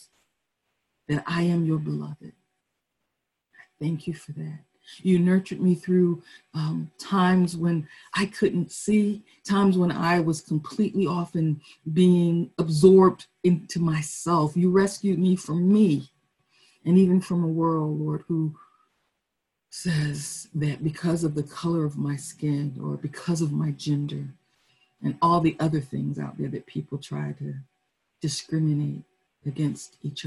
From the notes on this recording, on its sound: Our Zoom streamed service.